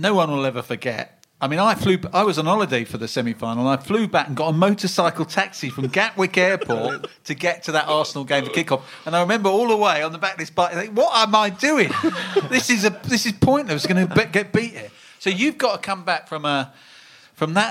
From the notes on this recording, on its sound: SpursShowLIVE. A very special live show recorded at the Albany, Great Portland Street.